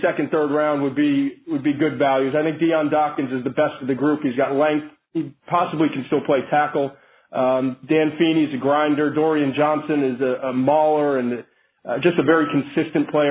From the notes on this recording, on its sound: NFL Draft Conference Call